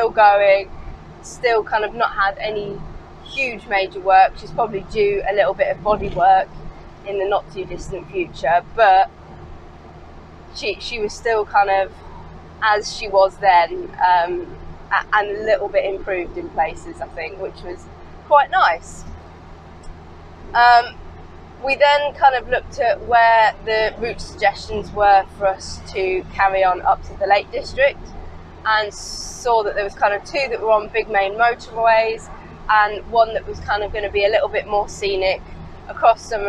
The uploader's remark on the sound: A podcast designed to fill your passenger seat with chat about classic cars, all recorded from my 1968 Morris Minor, Peggy.